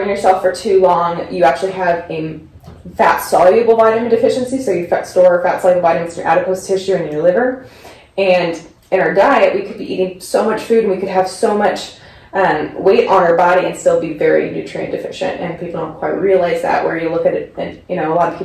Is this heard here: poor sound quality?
yes